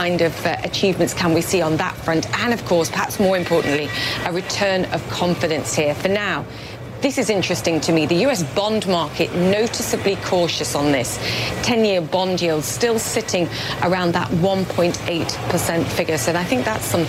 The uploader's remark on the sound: live from the New York Stock Exchange